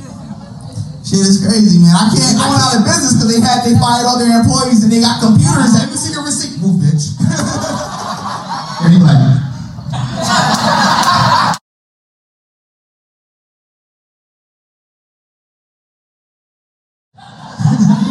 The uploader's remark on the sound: LIVE FROM FUNNY BONE